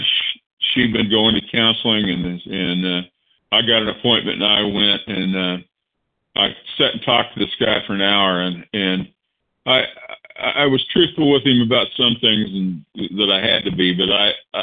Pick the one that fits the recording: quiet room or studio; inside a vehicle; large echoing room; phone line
phone line